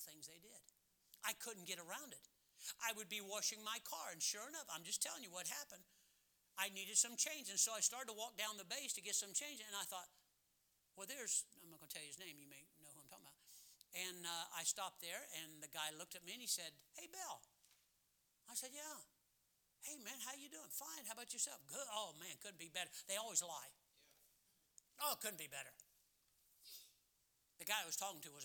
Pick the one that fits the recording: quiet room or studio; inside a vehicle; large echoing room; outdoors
large echoing room